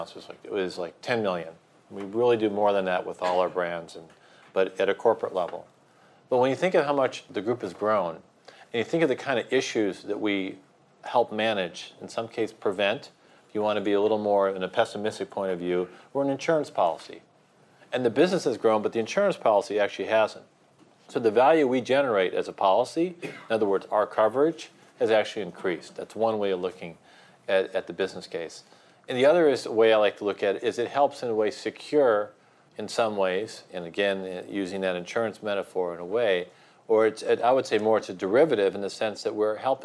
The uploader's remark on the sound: Event audio.